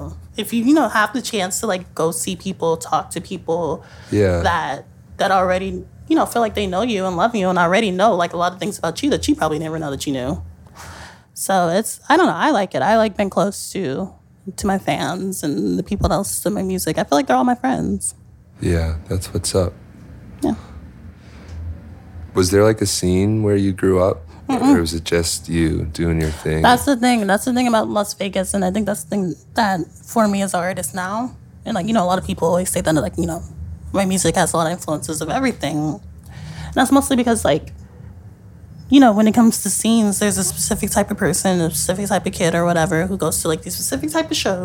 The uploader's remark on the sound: Sat down backstage at Pitchfork Music Festival. We recorded even more podcasts backstage at Pitchfork Music Fest.